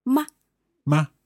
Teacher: the neutral tone is very short and light.